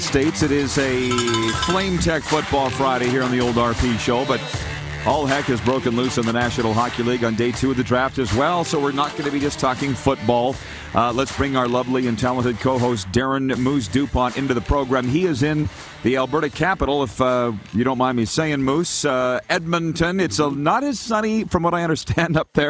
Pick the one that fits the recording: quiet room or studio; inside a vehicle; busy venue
busy venue